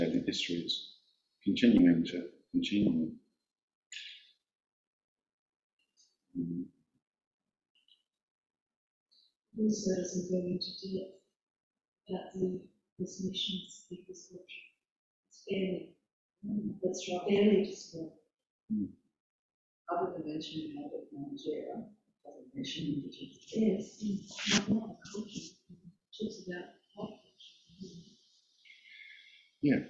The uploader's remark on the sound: There was some technical problem with the recording so the quality is not very good. There was some technical problem with the recording so the quality is not very good.